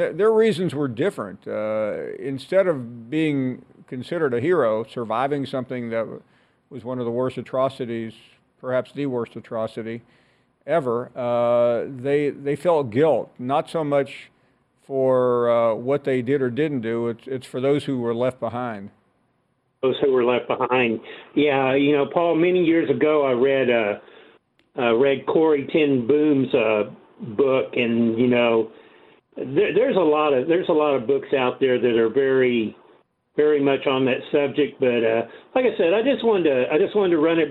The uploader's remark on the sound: we get your thoughts and take your phone calls.